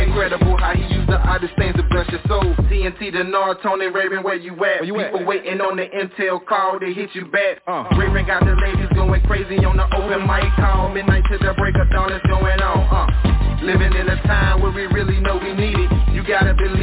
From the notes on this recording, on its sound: TNTSuperfantastic Conference Call